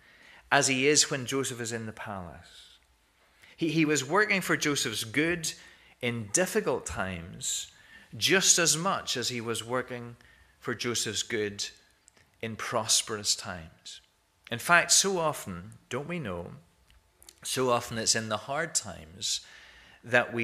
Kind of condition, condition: setting, large echoing room